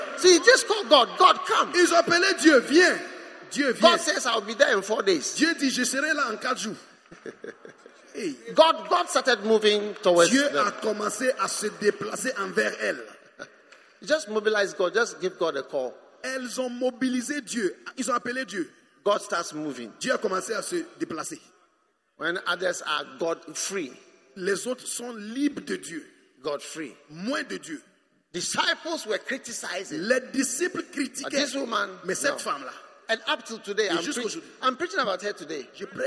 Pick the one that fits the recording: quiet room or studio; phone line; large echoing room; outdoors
large echoing room